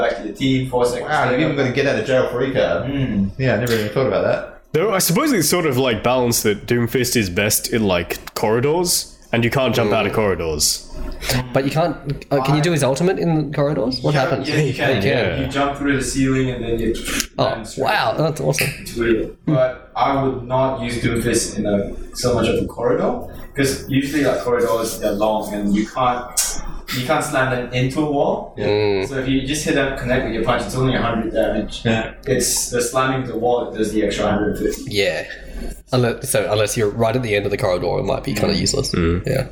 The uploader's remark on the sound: Apologies, and we've made sure episode 5 will sound like creamy goodness flowing into your ears. Didn't get the audio right on this one.